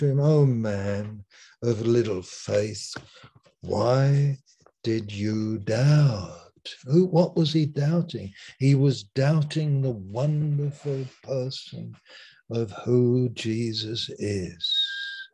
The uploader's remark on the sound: Malaysia Meets (Zoom).